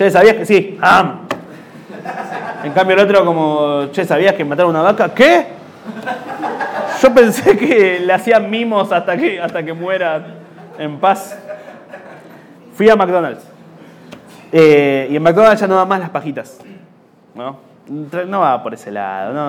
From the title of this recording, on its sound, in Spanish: En vivo en Bahía Blanca